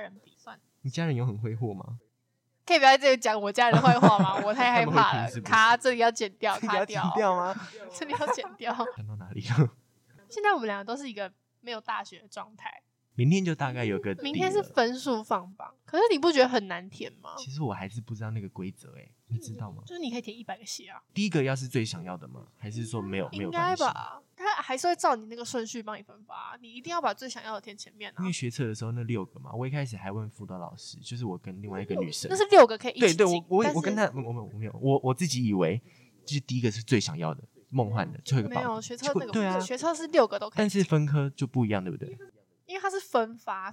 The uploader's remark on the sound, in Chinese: 這集的收音設備有點破爛但我們下次會改進的